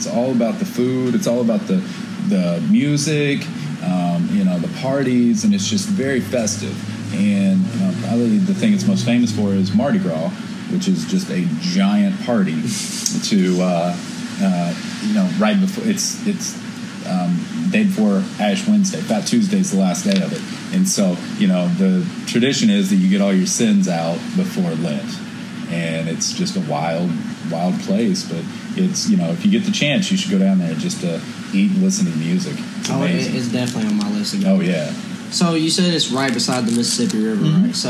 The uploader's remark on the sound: hit the streets of Lexington, Kentucky to hit up a local Cajun restaurant, Bourbon n' Toulouse.